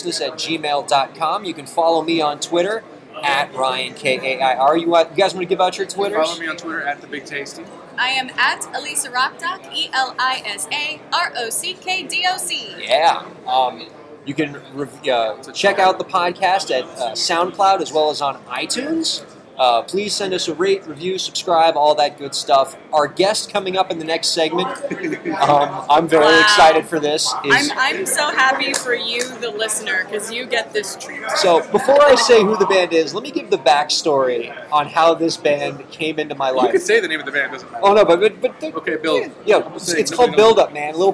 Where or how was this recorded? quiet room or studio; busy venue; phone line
busy venue